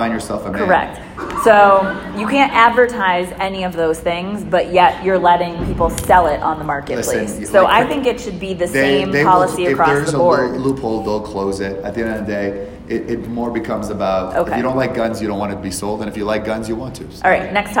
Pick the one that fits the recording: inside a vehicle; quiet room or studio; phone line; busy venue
busy venue